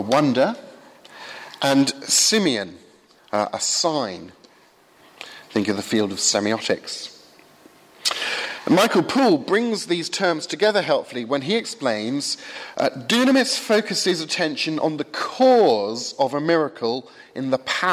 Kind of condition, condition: setting, large echoing room